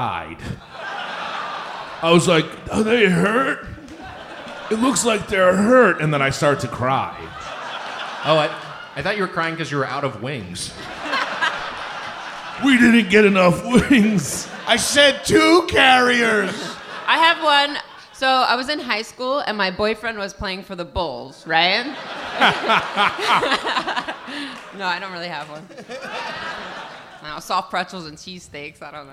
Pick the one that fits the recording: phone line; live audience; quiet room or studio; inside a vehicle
live audience